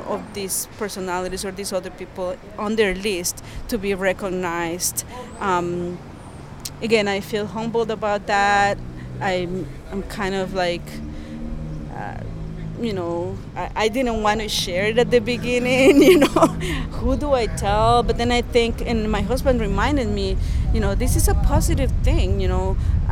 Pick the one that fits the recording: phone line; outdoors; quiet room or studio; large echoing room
outdoors